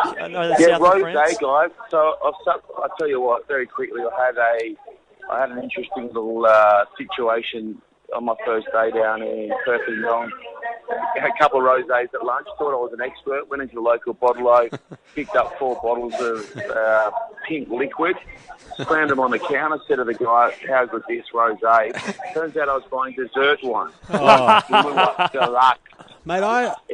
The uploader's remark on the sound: calls in from France